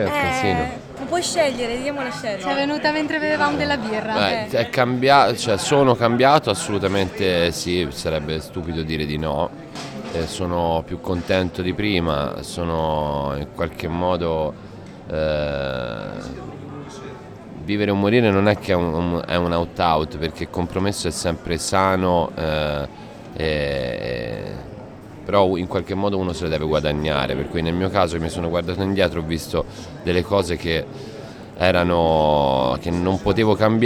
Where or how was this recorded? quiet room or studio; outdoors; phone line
outdoors